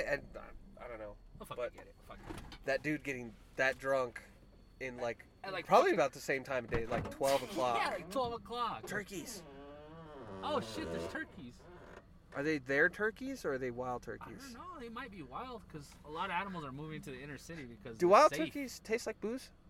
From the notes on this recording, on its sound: our 3 hour recording in the truck